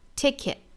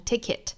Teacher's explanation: 在美语里面啊，单词的词尾或者一句话的句尾的这个 t 呢，一般是不发音的 · Shown in: first take